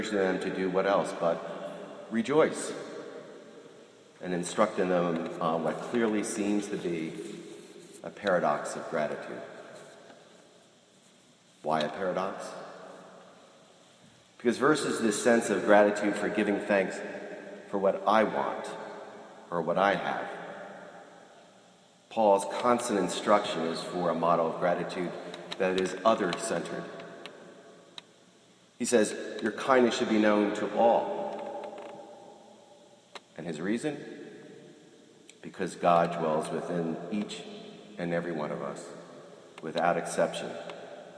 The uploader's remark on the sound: This morning I was invited to be a guest homilist at the Princeton Ecumenical Thanksgiving Prayer Service at the Princeton University Chapel.